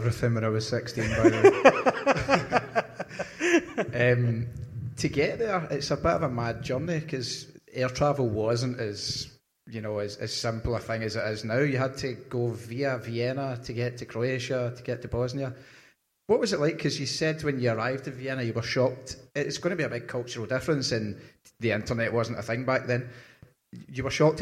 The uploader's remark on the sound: Blethered Live at SWG3 in Glasgow.